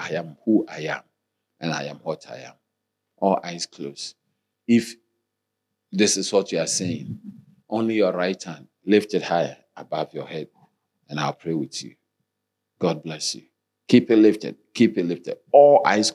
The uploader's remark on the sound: Sermon delivered on Friday, December 7, 2023, at Strong Christian Church in Cape Town, South Africa.